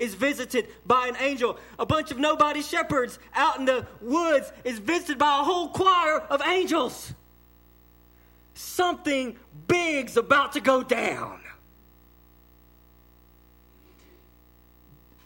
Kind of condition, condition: setting, large echoing room